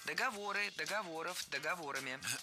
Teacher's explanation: ударение в слове «договор» не двигается, всегда остается на третьем слоге · Term: неподвижным ударением на основе